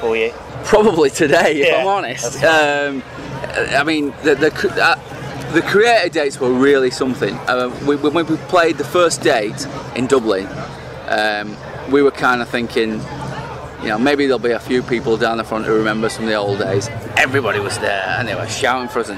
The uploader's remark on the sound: Interview at Alcatraz 2014